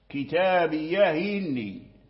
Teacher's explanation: كسر الهاء بحركة الهمزة وحذف الهمزة · Term: النقل